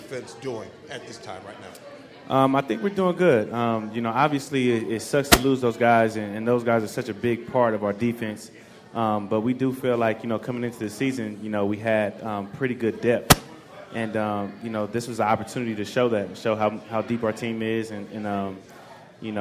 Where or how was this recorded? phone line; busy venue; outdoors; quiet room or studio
busy venue